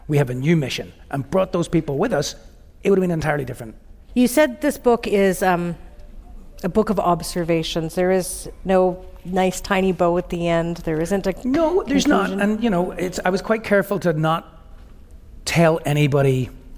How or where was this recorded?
live audience